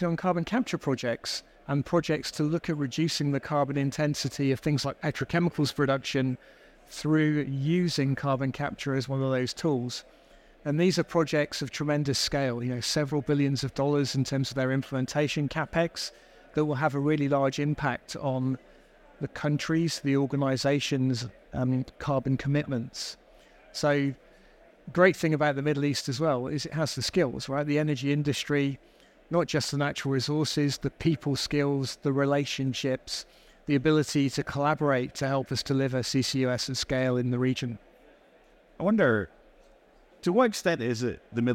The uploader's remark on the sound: Recorded live at ADIPEC 2023.